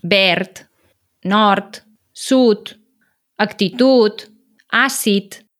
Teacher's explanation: Totes aquestes paraules acaben amb D, però es pronuncia una T.